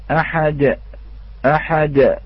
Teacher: كأن هناك صوت همزة بعد الدال، ولكن نقول أحد فقط، أحد وليس أحد أحد، وليس كذلك